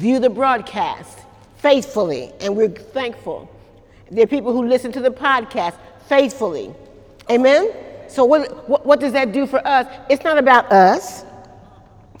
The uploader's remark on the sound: During Wednesday night service on July 11, 2018